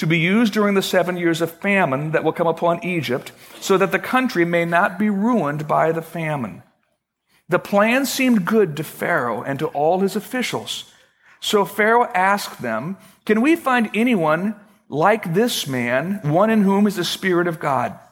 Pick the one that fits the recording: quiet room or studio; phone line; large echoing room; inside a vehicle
large echoing room